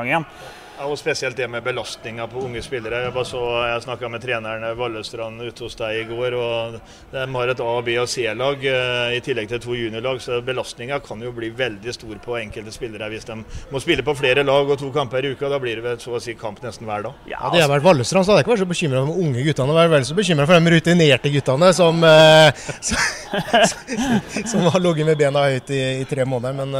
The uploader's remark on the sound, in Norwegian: Fotballpodkast fra Stadion. Et fotballsultent podkast-panel har derfor flyttet studioet til Fredrikstad Stadion.